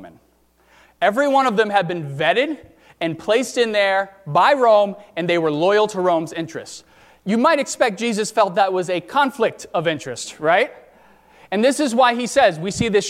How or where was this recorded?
large echoing room